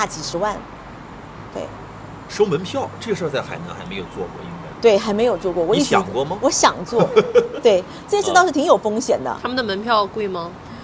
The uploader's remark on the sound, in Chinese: 世纪海角-赴一场春天的约会市集现场